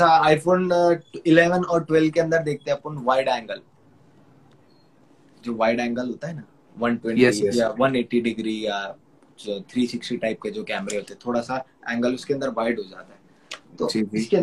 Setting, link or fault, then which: link, video call